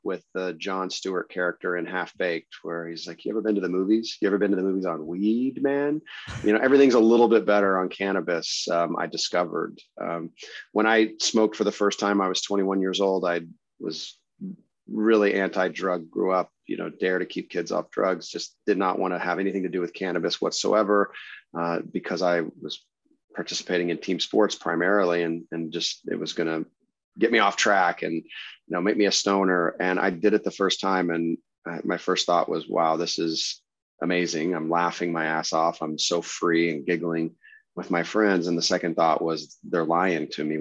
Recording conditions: video call